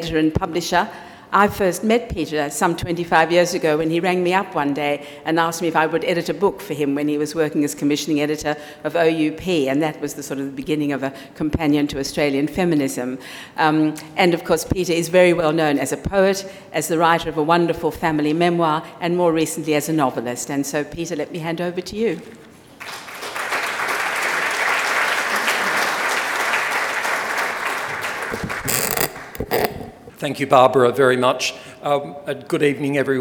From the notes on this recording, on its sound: In this Sydney Ideas event he gives an inaugural Australian Book Review (ABR) Patrons’ Lecture.